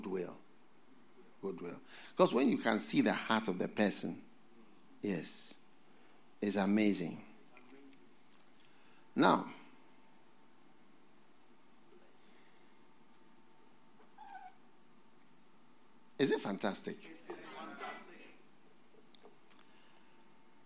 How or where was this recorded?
large echoing room